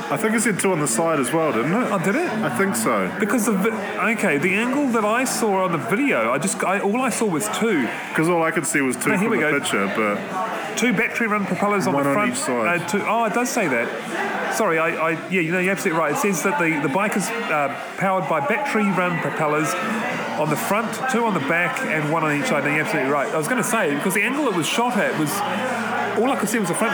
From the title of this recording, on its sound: Live from the Southern Cross Bar